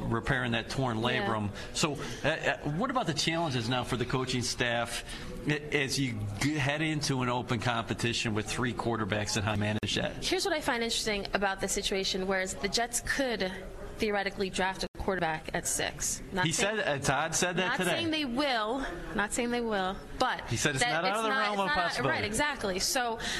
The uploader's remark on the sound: Live at the League Meetings